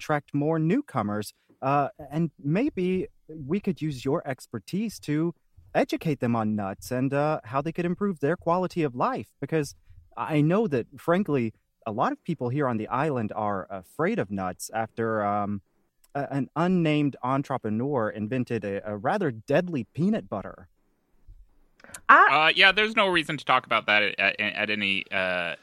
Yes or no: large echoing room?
no